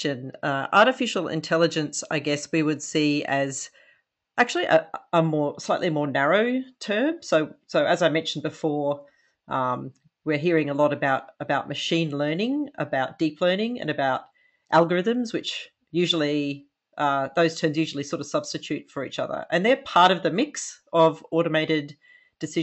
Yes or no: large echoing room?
no